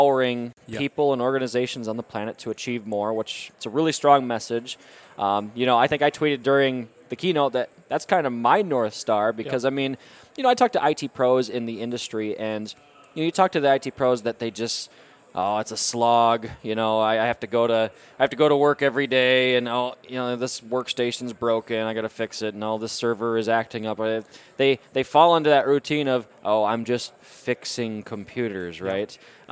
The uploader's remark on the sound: recorded at Microsoft Ignite in Orlando